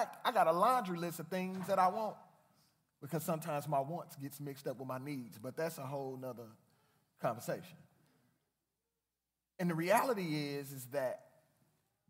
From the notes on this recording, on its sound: Live Discussion Q &. The Pastors of Faith Community come together and give a live Q&A.